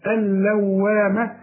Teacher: اللام والواو عليهم شدة لكن ما نغنش الحروف اللي زي دي أبدا، الحرف اللي بيغن النون والميم اللي عليهم الشدة.